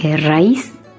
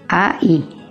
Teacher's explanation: Se rompe el diptongo y se separan las dos vocales, formando otra sílaba. · Term: hiato